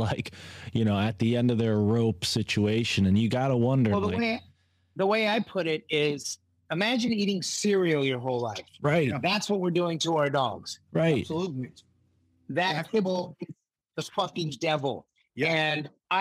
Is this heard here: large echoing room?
no